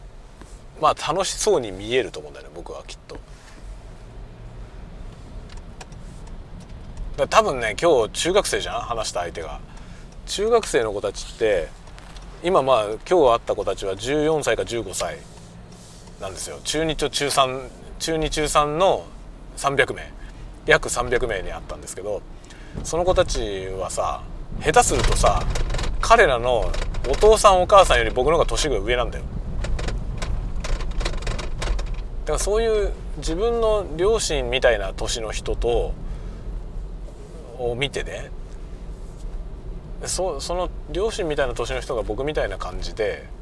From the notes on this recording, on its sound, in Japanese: ドライブ雑談 講演の帰り道。運転しながら雑談。出先の学校から自宅へのドライブ。